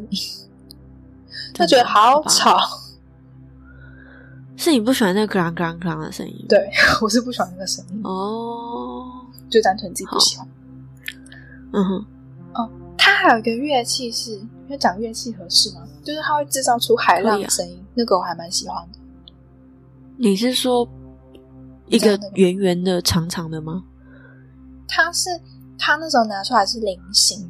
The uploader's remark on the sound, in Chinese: 這是我的聲音有點悶悶的是因為錄音時有施工的聲音，在後製的過程中為了把施工聲去掉就變成這樣了。